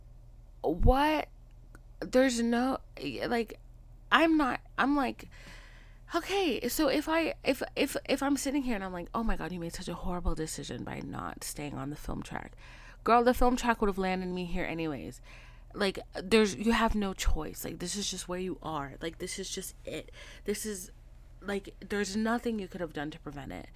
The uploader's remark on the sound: Side note this is not my normal recording set up so the sound is not as high as I'd like it to beeee.